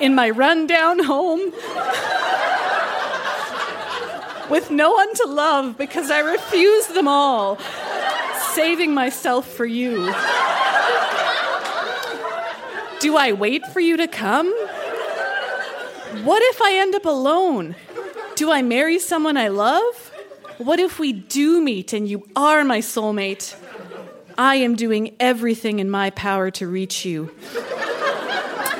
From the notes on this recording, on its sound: Recorded live at The Artesian in Regina.